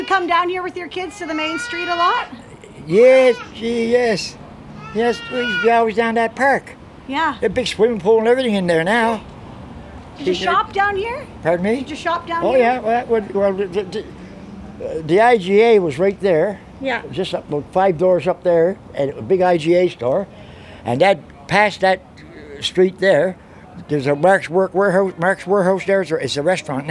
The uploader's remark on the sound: Sydney, Cape Breton. Takes us for a stroll down Charlotte Street.